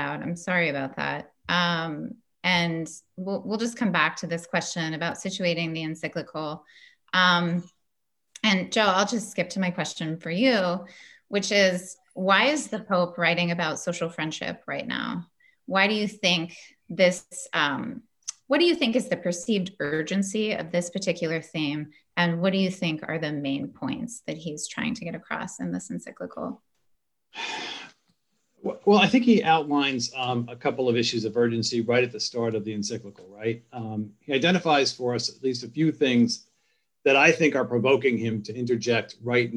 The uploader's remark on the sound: An online panel discussion